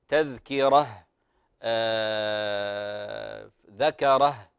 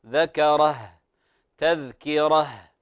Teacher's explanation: فلا نقف بفتحة على نهايتها، نحقق همس الهاء